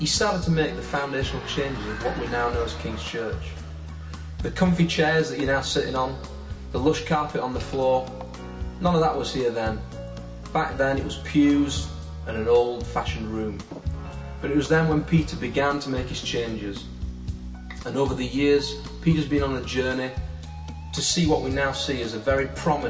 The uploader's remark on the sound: This recording comes from King's Church and was taken at the end of September 2010.